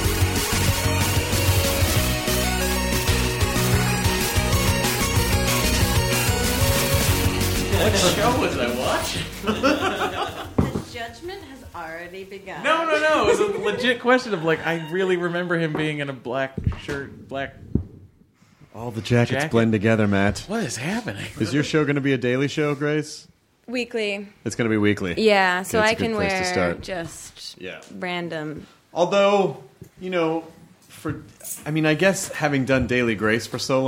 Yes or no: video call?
no